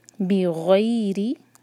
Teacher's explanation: غین heavy letter ہے، تو ہم پڑھیں غی نہیں پڑھیں گے، تھوڑا ہیوی کرنا ہوگا. بغی، غی جو ہے مدلین، فتح کو یا سے جوڑیں گے.